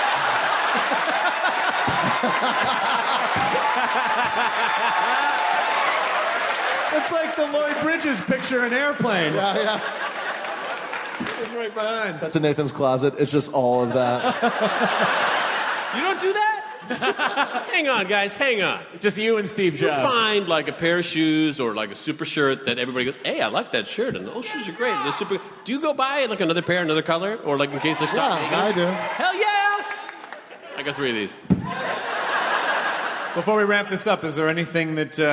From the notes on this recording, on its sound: It's the Nerdist Podcast live from SF Sketchfest at the Curran Theatre!